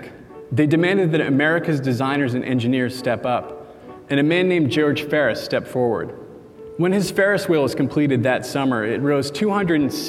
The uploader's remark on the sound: At Boing Boing: Ingenuity, our live theatrical event on August 18. Complete with sound effects that he manually triggered.